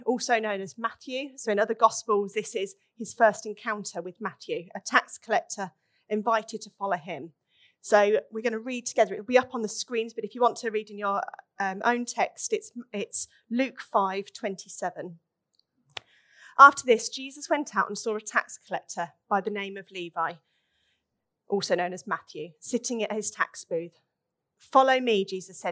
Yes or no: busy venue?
no